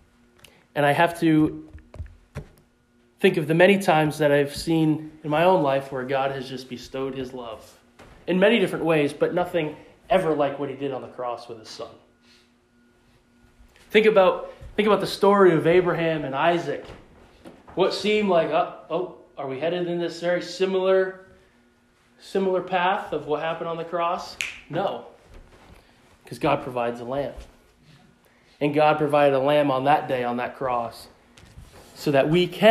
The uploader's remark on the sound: In the pulpit of the Pleasant Valley Bible Church in West Bethel, Maine on Easter Sunday 2021.